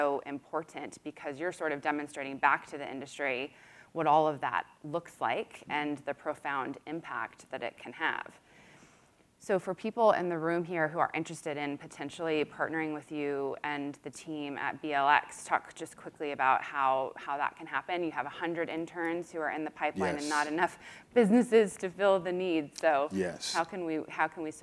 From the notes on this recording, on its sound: In front of a live audience at BNY Mellon Pershing.